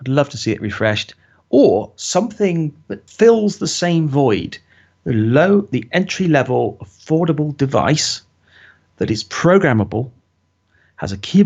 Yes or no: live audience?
no